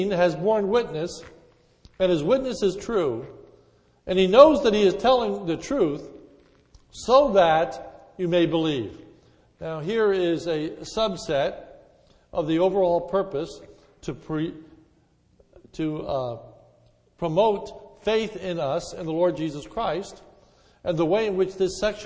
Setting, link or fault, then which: setting, large echoing room